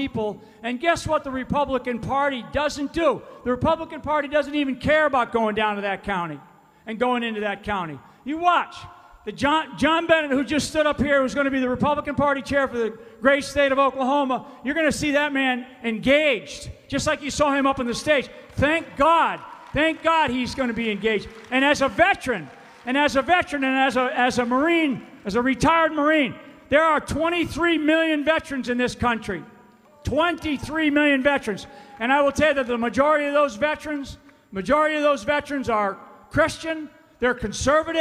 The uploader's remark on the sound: FULL SPEECH from Tulsa, Oklahoma. There was a standing ovation.